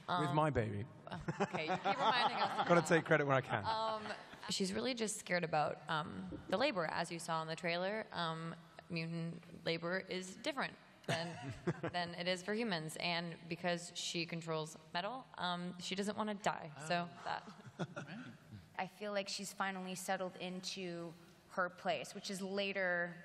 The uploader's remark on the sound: The Gifted Panel At Comic-Con 2018